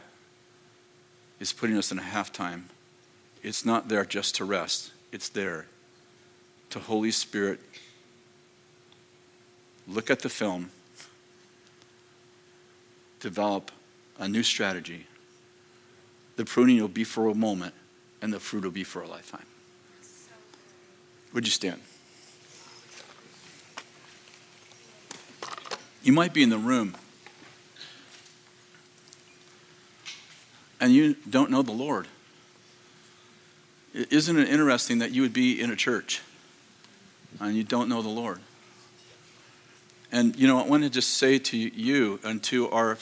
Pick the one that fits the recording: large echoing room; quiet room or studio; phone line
large echoing room